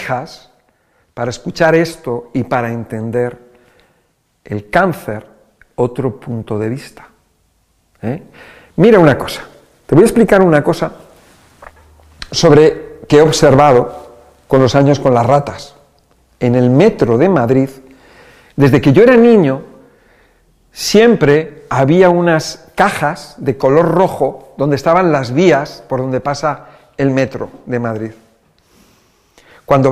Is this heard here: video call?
no